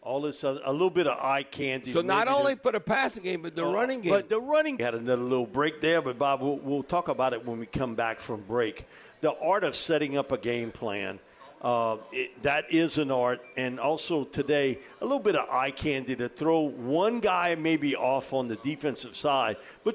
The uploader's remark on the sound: live from the Silver Slipper